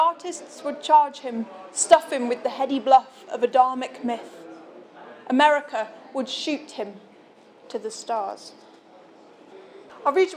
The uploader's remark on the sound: This recording was made on December 19th 2013 at the Shrewsbury Coffeehouse during the launch of issue 1 of Bare Fiction magazine.